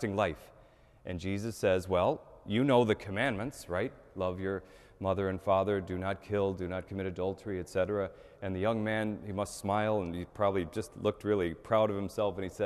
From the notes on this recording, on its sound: Mass at the Cathedral.